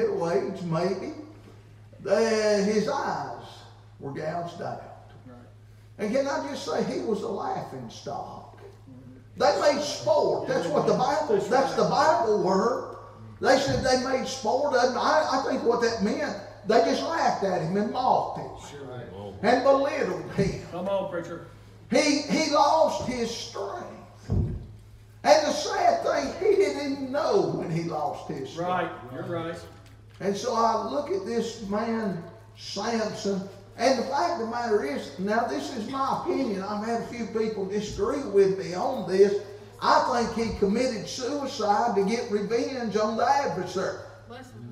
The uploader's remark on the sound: Wednesday Evening service at Calvary Baptist. February Revival.